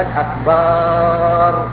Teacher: إدخال ألف بعد الباء ومدها مدا طويلا · Term: مد ألف أكبر